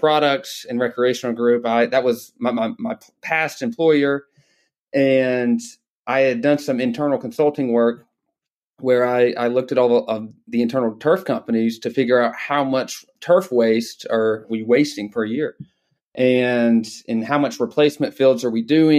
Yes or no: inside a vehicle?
no